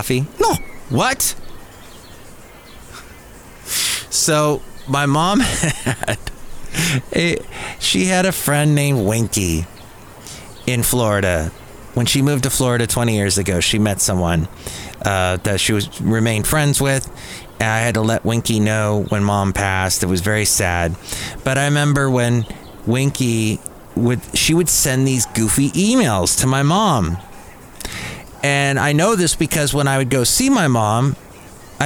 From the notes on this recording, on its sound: podcasts live from Café Anyway